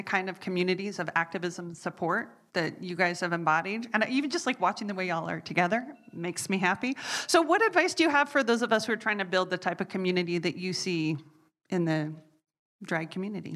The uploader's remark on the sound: Last month, we had our first live audience recording of Complexified!